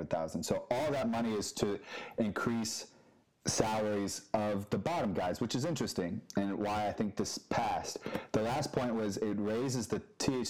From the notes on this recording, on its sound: If you can bare the audio quality.